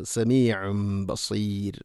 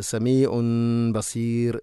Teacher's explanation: സമീഉം തൻവീനു ശേഷം ബ തൻവീനിനെ മീമാക്കി മാറ്റി ഉച്ചരിക്കണം. · Shown in: first take · ഇഖ്ലാബ് എന്ന് നമ്മൾ പഠിച്ചിട്ടുണ്ട്, സമീഉം ബസീർ.